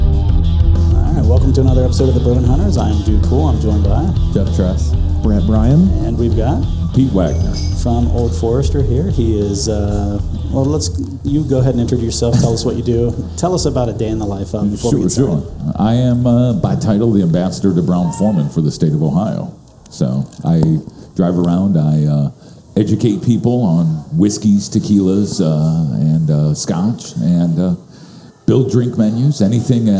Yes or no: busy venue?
yes